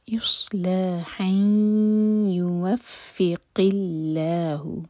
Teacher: تنوین یا میں مرج ہوگی، ناک میں آواز لے جائیں گے اور 2 سیکنڈس کا ٹائم دیں گے. یصلحن یوفق اللہ، قاف حلق سے اور قاف کے نیچے کسرہ ہے اس لیے اللہ تعالیٰ کے نام میں جو لام ہے اس کو لائٹ پڑھا جائے گا، منہ بھر کر نہیں پڑھیں گے، لائٹ پڑھیں گے.